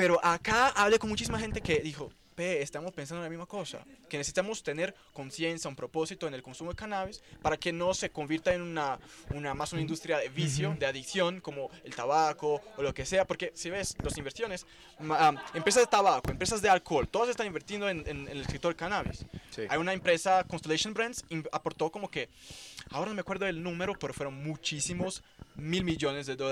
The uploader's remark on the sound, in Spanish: durante una conversación que tuvimos en el Halloweed festival en Santa Helena, Antioquia, con varios amigos